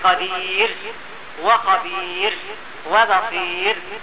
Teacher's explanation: كذلك أيضا إذا كان قبلها ياء مثل قدير وخبير وبصير، فإنها أيضا ترقق عند جميع القراء لأنها وقعت ساكنة بعد ياء ساكنة